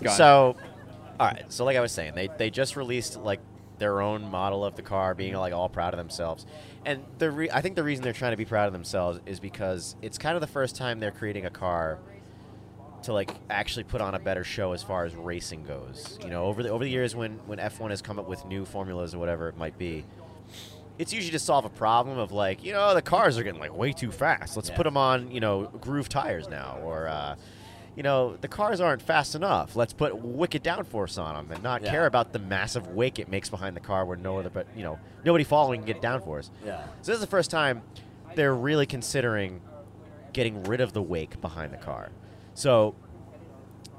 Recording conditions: busy venue